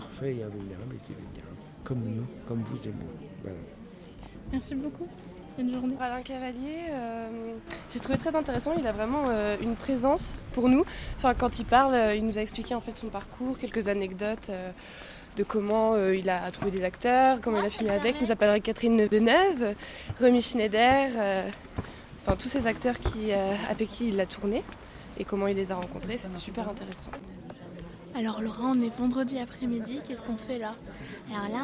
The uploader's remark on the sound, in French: Radio2B s'est déplacée au 28ème festival des premiers films d'Angers. Notre équipe de reporters sur place pour la deuxième journée.